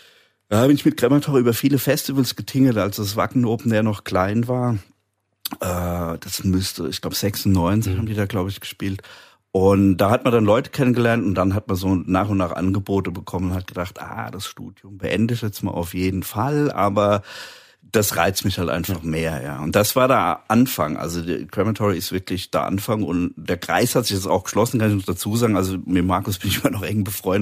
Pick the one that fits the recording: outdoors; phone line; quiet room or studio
quiet room or studio